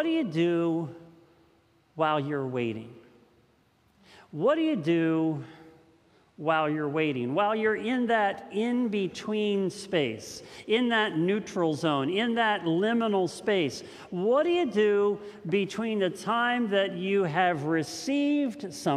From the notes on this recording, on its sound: This message was first preached on June 20th 2021 at Linglestown Life Church in Harrisburg PA.